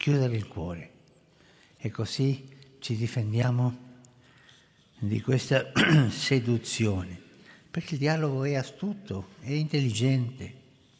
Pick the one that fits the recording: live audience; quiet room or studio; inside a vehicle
live audience